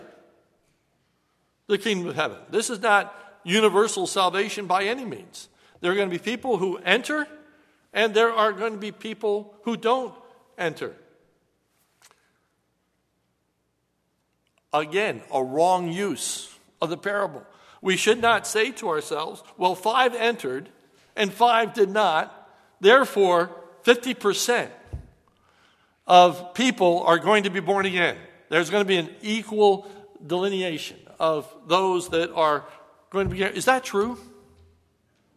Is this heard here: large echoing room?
yes